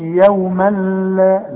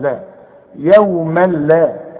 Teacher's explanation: ادغام كامل بدون غنة، ما تغنش هنا عند اللام وعند الراء · Shown in: second take